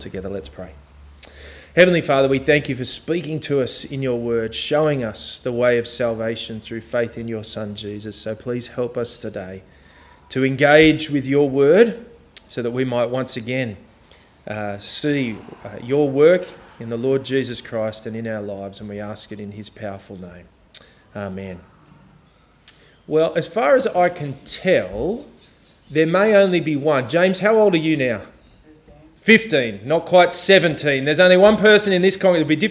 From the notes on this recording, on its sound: This sermon was preached on May 14 2023 at all services of Helensburgh and Stanwell Park Anglican Church